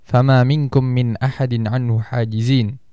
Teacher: melafalkan nun sukun ataupun tanwin dengan lafal yang jelas tanpa disertai dengung yang sempurna · Term: izhar